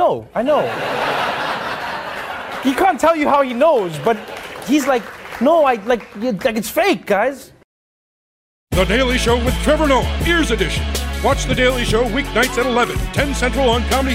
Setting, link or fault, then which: setting, live audience